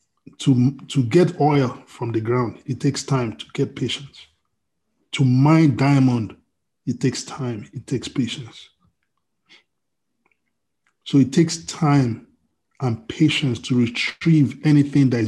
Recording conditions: video call